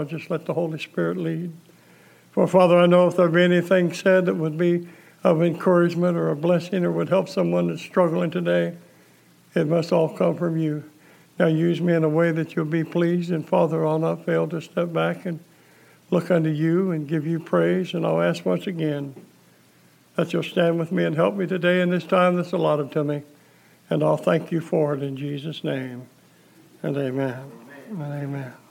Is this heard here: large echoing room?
yes